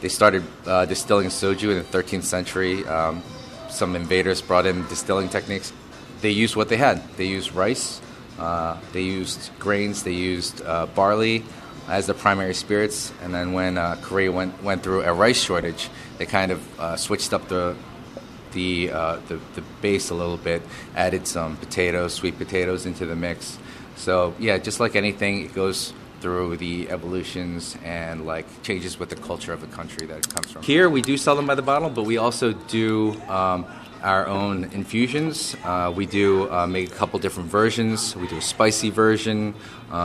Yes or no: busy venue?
yes